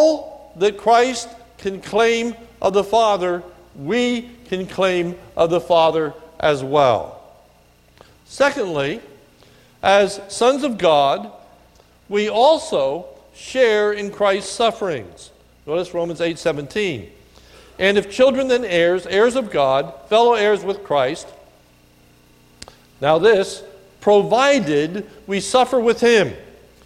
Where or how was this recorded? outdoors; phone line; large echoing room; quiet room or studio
large echoing room